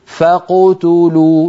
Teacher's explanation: ما يضم شفتيه مبكرا عند القاف، الضم للتاء، فإن لم تصل يا أخي إلى التاء فلا تضم، هكذا يجب أن تكون القراءة، فقتلوا، فقتلوا، الضم يكون مع تو ولا يكون مبكرا مع القاف، وإلا نكون قد نطقنا القاف فيها شيء من الضم، فقتلوا، هذا لا يصح وهو من عيوب القراءة.